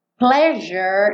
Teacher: Pleasure, esse S tem um som de J